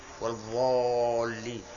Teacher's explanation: ينطق بهذه الضاد ضاء مغلظة أيضا يغلظ نعم يملأ فمه منها